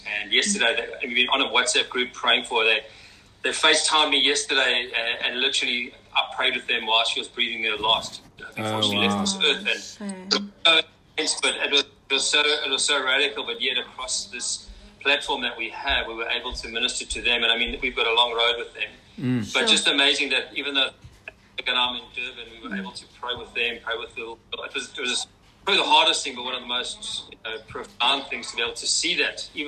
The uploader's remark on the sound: on our recent Insta Live